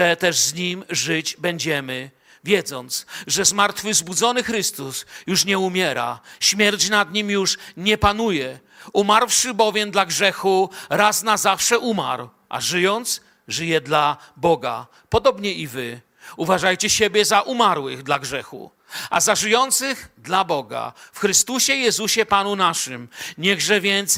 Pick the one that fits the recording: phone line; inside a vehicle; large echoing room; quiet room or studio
large echoing room